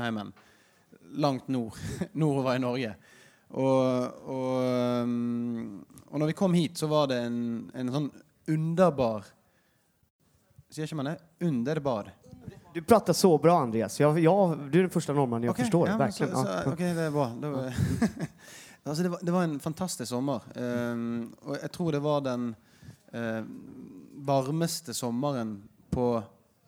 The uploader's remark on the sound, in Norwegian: Live fra Trevarefest.